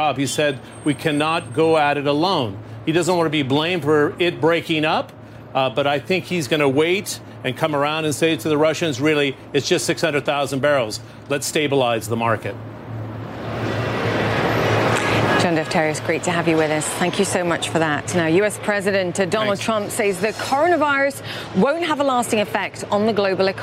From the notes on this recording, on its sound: live from the New York Stock Exchange